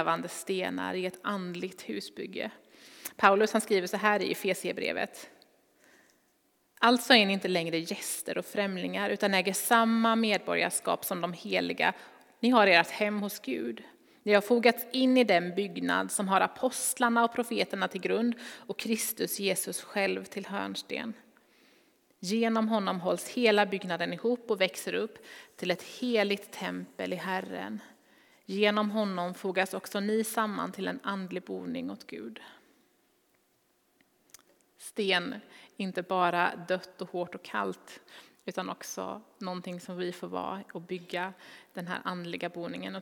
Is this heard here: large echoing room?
yes